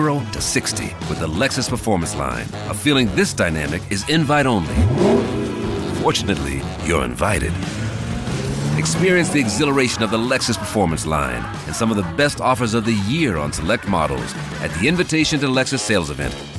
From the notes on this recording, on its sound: Live from Isaac's Sports Bar and Grill.